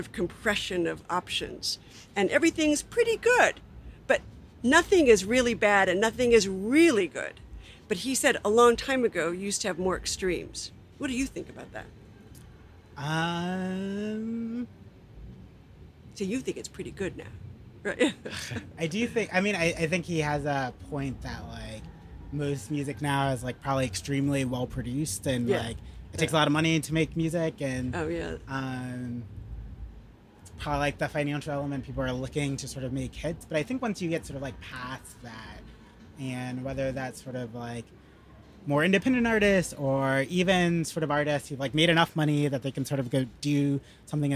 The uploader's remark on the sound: This summers outdoor pop-up conversation event series between the Center for Fiction and the Theatre for a New Audience at Polonsky Shakespeare Center in Downtown Brooklyn.